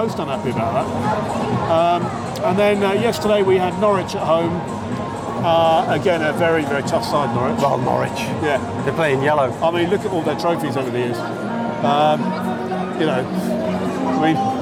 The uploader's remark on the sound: was recorded at the Stade Louis II on Sunday 20 August, 2023